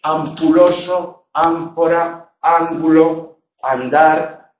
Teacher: Porque la G es velar y las nasales en posición posnuclear o en posición implosiva, es decir, en la sílaba detrás del núcleo, adoptan el punto de articulación de la consonante que sigue · Term: alófonos